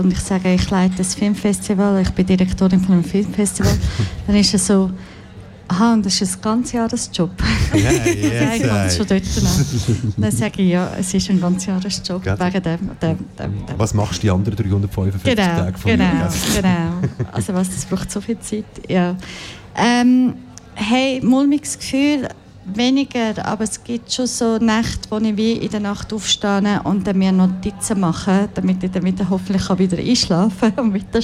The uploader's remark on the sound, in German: Festivalausgabe live aus dem Merkerareal in Baden.